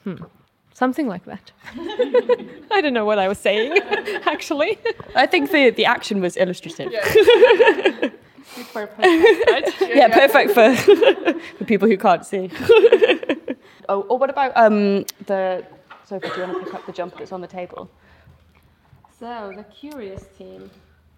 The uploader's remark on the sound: This episode was recorded live at unravel 2016!